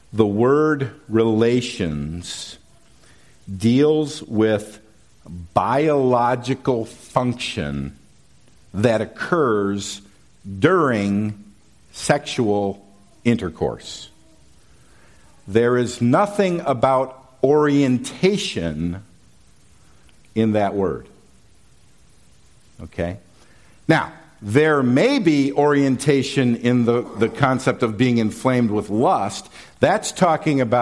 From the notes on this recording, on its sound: These messages were preached at Valleybrook Community Church meeting at Kaneland Middle School, Maple Park, IL.